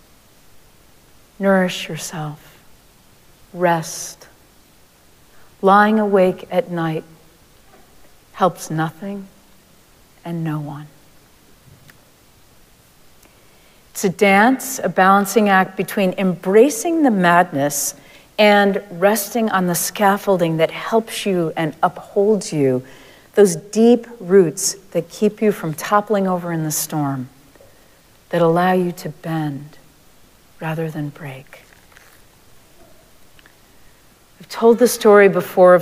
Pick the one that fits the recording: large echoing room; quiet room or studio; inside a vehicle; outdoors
large echoing room